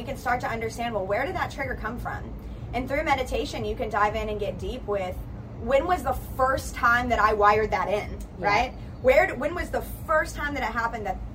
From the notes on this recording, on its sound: Tune in live from the beautiful Tulum jungle beach in Mexico while on a yoga retreat.